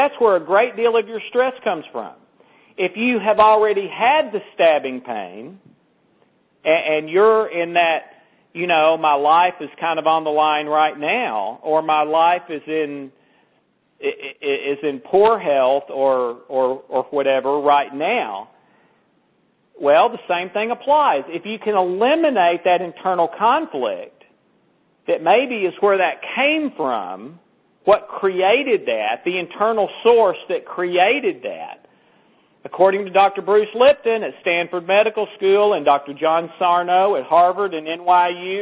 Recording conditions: phone line